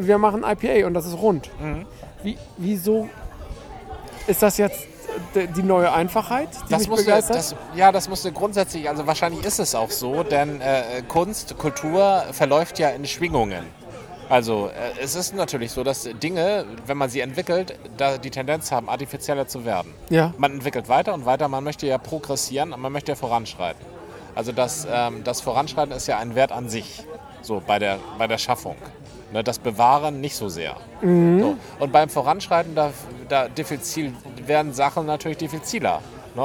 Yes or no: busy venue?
yes